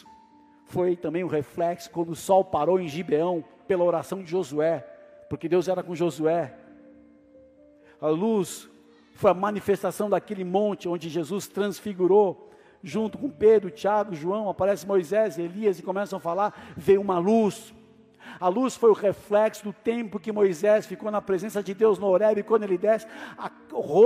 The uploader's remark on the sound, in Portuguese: Áudio extraído do culto do dia 09 de Julho de 2023.